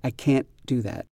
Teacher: you'll hear the vowel in can't usually stays that same vowel, even when it's spoken quickly